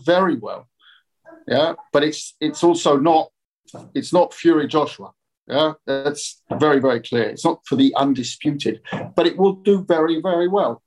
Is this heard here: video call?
yes